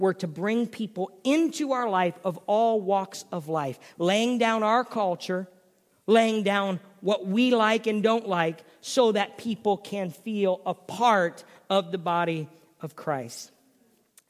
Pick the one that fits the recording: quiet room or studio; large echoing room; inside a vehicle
large echoing room